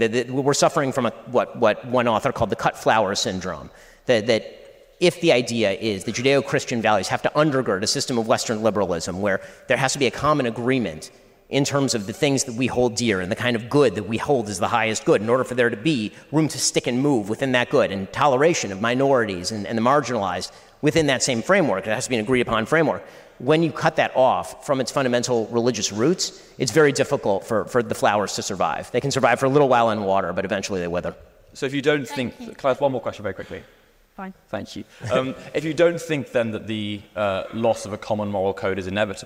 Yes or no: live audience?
yes